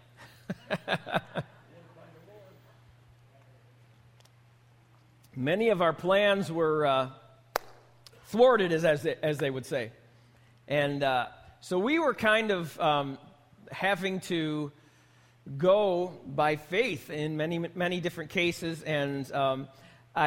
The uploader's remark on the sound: This message was recorded live at the Alabama Full Gospel Fellowship church in Medina, New York.